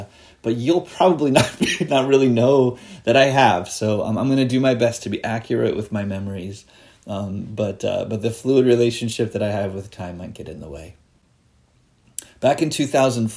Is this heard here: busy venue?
no